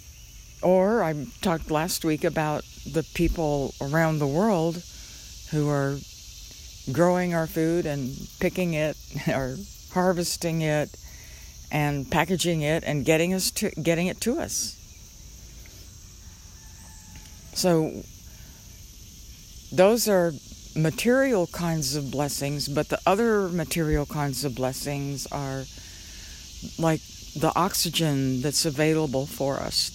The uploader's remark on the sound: When I first went outside and sat down in the yard to do this podcast, a small bird flew into the Trees on my left side and started chirping. Every time I turned my head to look for the little bird, it stopped chirping!